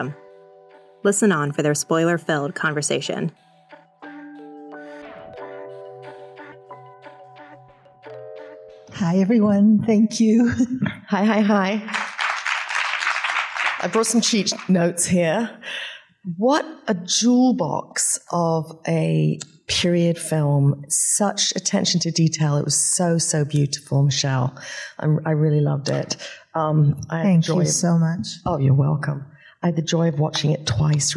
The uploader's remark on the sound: in a Q&A at the DGA theater in New York